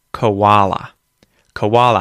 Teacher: the O in the word koala is actually a schwa sound